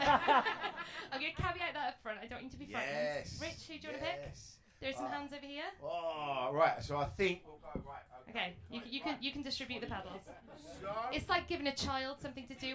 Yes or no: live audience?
yes